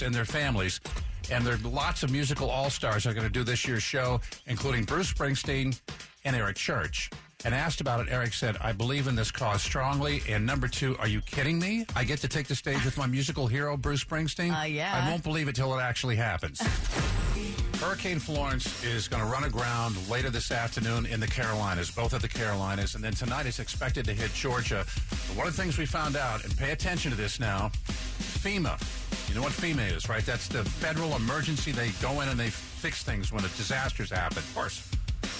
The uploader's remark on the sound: After many comments and phone calls